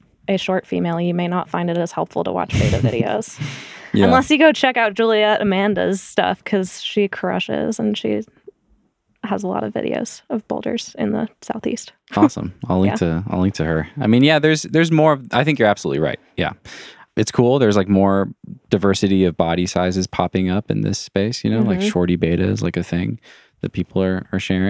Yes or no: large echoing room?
no